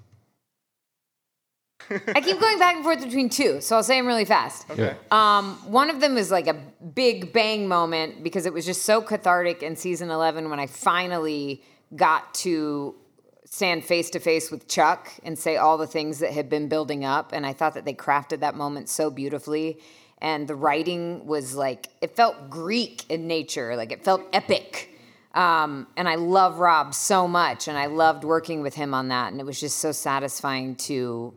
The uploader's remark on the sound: Recorded at RI Comic-Con 2021